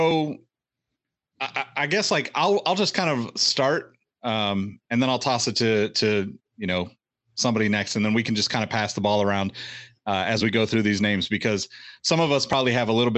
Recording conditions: video call